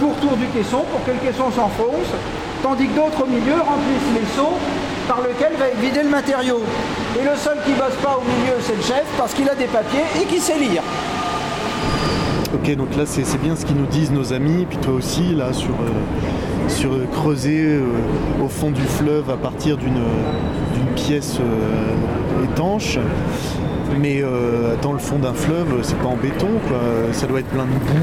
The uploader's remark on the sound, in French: Une heure dans le métro. Nous descendons et passons 58 minutes sous terre, dans les entrailles de Paris, avant de ressortir, épuisés mais contents, quelque part sur la ligne 11. Nous avons testé un prototype de micro qui permet, à travers les murs et les strates du sol, d'entendre tout ce qu'il se passe dans Paris. Enregistrée à 100 % sur le terrain ou plutôt sous le terrain !